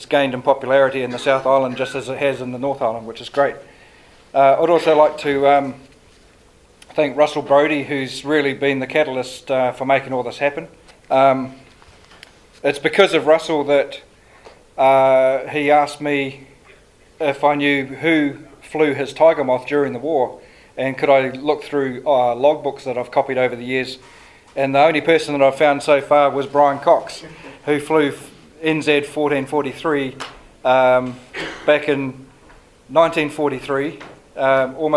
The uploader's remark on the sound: This is the first of the recordings from the Wings Over New Zealand Forum Meet held at the Air Force Museum of New Zealand, at Wigram in Christchurch